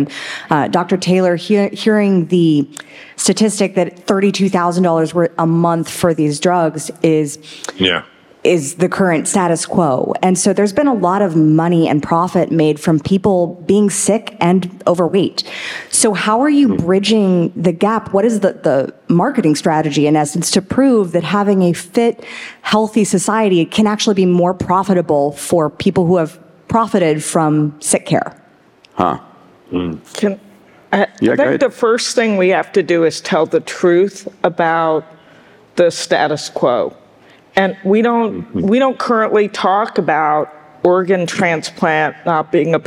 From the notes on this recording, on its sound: In this Q&A session during this year’s Abundance360 summit